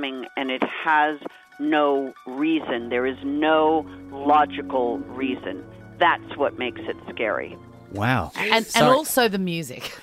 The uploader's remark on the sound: On the phone from Sydney.